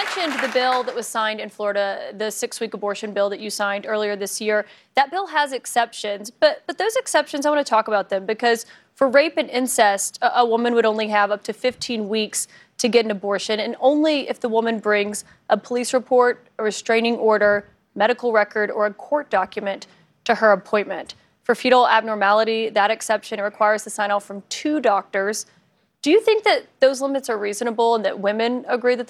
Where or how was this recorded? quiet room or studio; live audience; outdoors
live audience